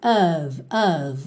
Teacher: F sempre com som de V, e o O, aquela mistura do O com o som bobo, O, que a gente tem então of, of, ok?